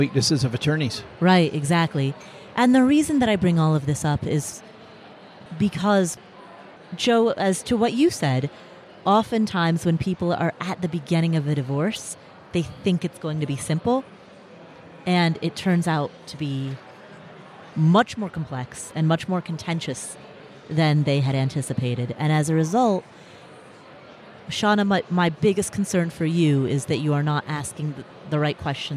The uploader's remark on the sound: A special LIVE recording in front of an audience at Podcast Movement, an industry conference in Denver. Recorded live on stage.